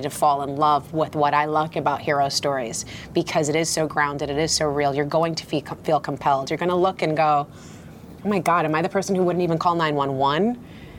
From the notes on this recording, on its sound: From the Tribeca Film Festival Red Carpet